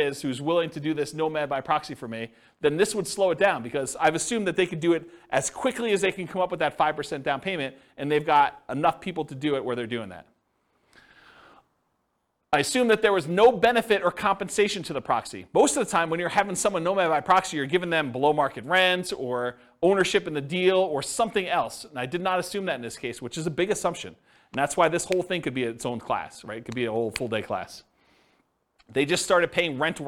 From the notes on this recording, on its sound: This was a live class recorded